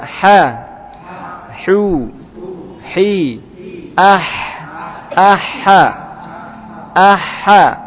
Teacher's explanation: Tengah tenggorokan. Ya, tengah-tengah tenggorokan wasatul halq.